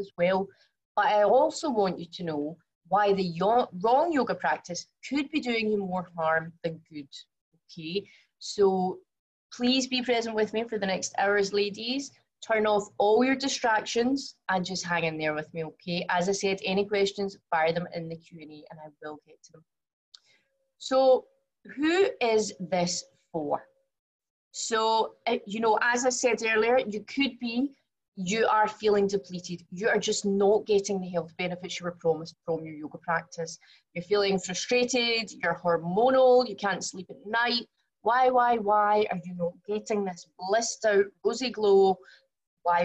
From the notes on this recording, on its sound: from the live webinar